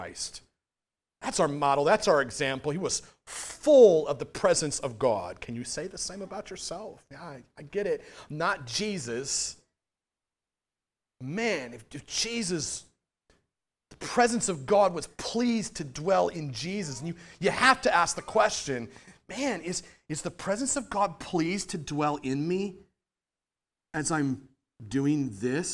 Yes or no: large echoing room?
yes